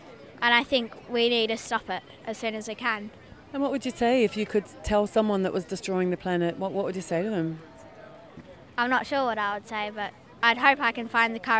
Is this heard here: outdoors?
yes